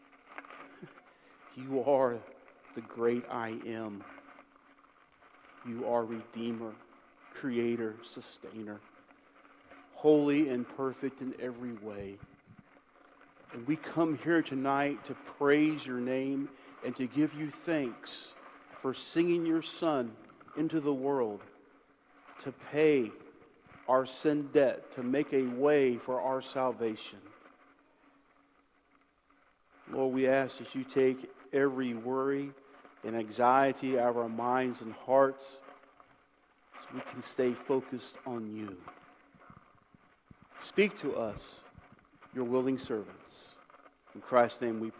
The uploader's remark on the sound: Christmas Eve Candlelight Service